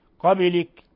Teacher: قوله تعالى من قبلك نون ساكنة جاء بعدها القاف إخفاء حقيقي، ثم الباء تقلقل لسكونها لأنها من حروف قطب جد